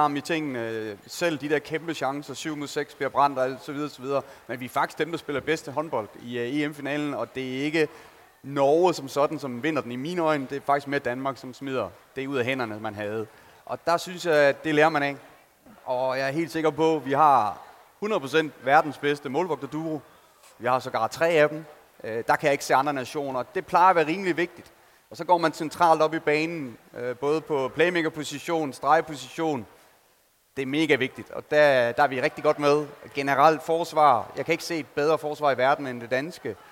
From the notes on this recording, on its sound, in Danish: Optaget live i Fanzonen i Boxen fredag eftermiddag.